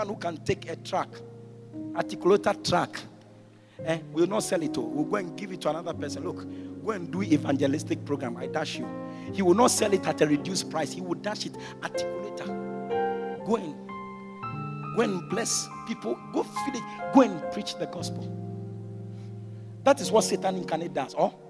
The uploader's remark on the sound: during the Fire Service at the Greater Lover Cathedral